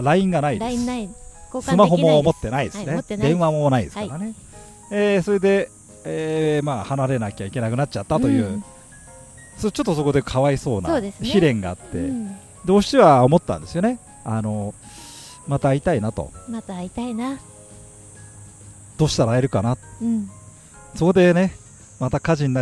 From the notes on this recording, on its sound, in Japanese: 今回は、東京・品川の品川公園のベンチから『宅建のススメ』をお届けます。ちょうどお昼ごろの収録でしたが、みなさんにもセミの鳴き声が聞こえますか。